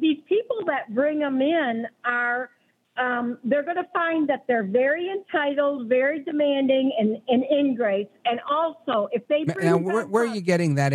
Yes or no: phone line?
yes